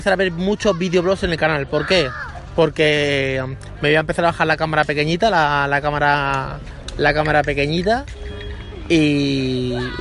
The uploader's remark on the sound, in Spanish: el podcast de hoy grabado en el parque